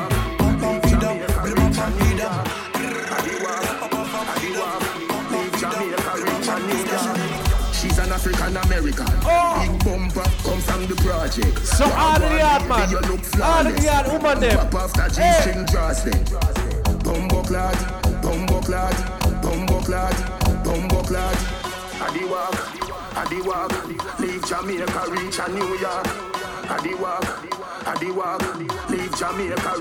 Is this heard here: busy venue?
yes